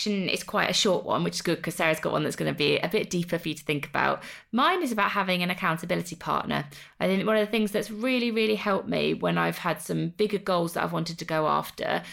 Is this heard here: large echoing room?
no